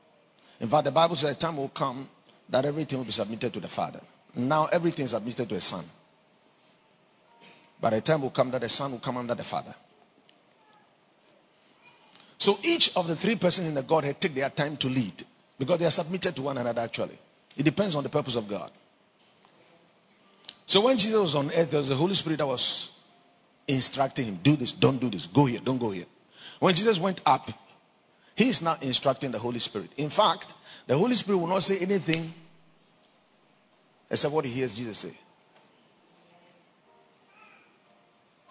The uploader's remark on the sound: Preached at the Watered Garden Church during Days In Glory